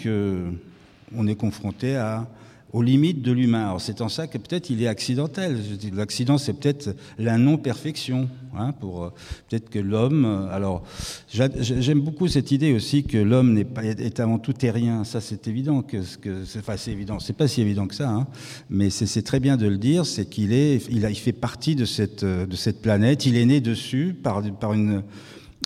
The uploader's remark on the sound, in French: Ce podcast a été enregistré le 7 novembre 2022 à l'Académie du Climat, lors d'une rencontre organisée par L'ADN le Shift et Résonances.